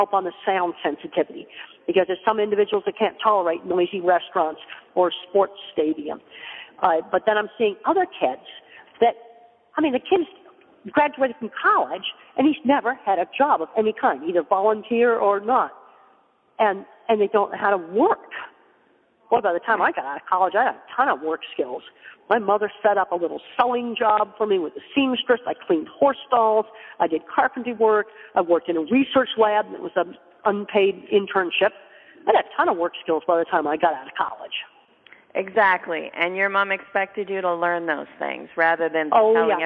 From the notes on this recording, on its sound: calls us from the airport